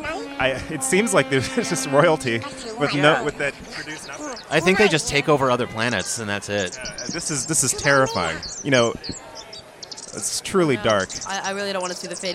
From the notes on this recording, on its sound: Live from INTERNET YAMI-ICHI